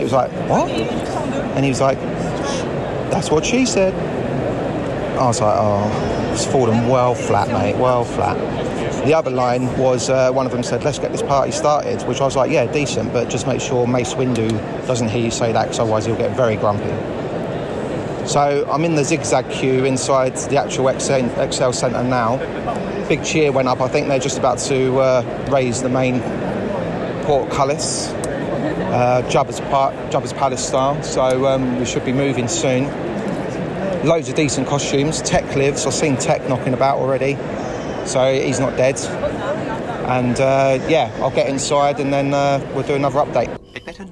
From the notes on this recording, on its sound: recorded live updates from his visit to Star Wars Celebration 2023 in London